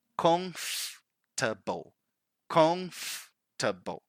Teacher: First, the emphasis is in the first syllable.